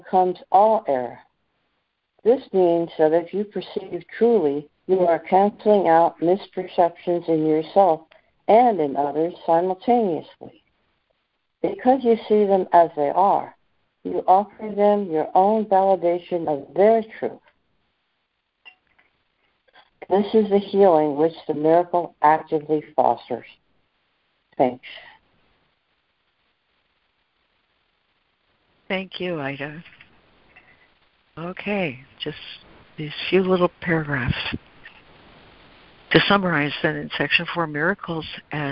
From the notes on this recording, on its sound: ACIM Daily Conference Call.